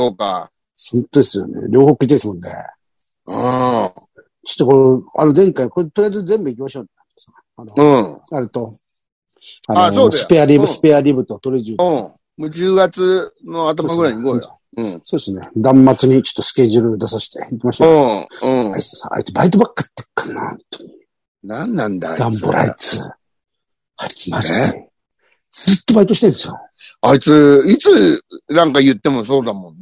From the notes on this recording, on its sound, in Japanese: ZOOMで収録